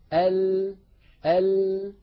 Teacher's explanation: فينحرف بعض الصوت عن يمين اللسان عن يمين الحافة وبعضه عن يسار الحافة ثم يتابع الهواء طريقه إلى الخارج. · Term: اللام